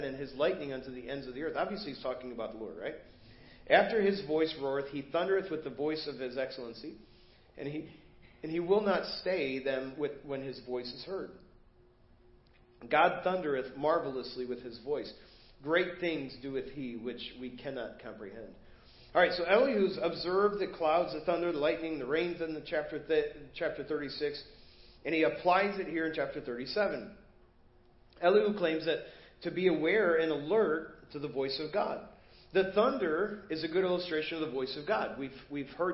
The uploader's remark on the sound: Preached at First Baptist Church of Hazel Park